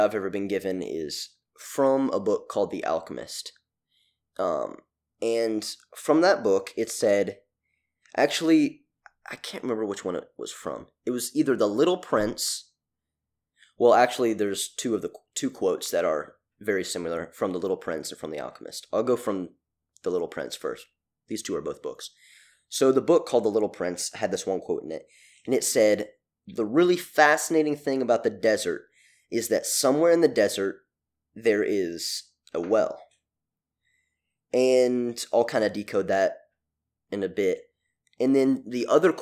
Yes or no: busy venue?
no